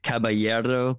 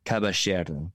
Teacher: the ya sound in Argentina is a sh sound · Shown in: second take · So caballero would be caballero, you know, Okay.